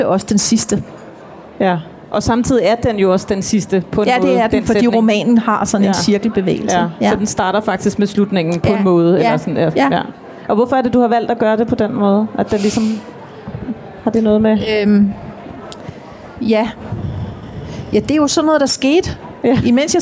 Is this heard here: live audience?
yes